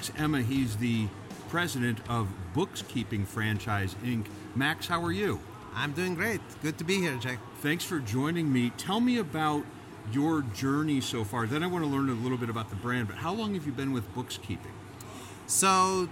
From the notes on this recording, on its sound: Recorded LIVE in the Podcast Zone at The International Franchise Expo 2023 in New York.